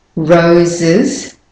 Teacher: So the S at the end of rose says Z, and you're adding an S. So they're very similar sounds, and that's why the E is there.